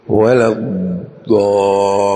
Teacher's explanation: وليذكر التشديدات في قراءة سورة الفاتحة وليأتي بها في مثل قوله ولا الضالين، ضاد مشددة واللام مشددة، ولا الضالين، ولا يقول ولا الضالين، يشدد على اللام ويشدد على الضاد